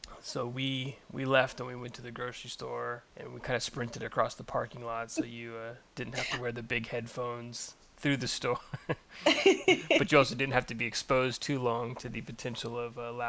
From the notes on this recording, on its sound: Well, it’s an abbreviated podcast this week: During recording my allergies were acting up so we struggled to get decent sources to begin with what with all my sniffling and wheezing.